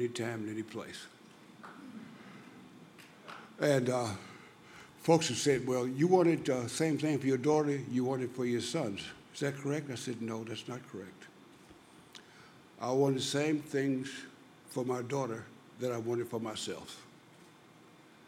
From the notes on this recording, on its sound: recorded at the 2008 International Achievement Summit in Kailua-Kona, Hawaii